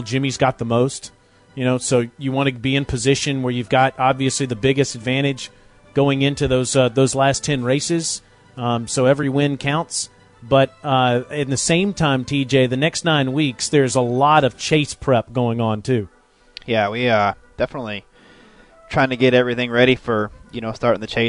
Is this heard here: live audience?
no